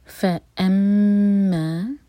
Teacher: میم پر شدہ تو میم پر غنہ